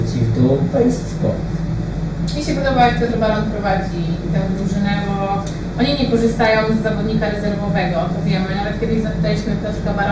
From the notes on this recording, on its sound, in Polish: Nagranie zostało zrealizowane w pubie "Same krafty" przy ul. W Warszawie.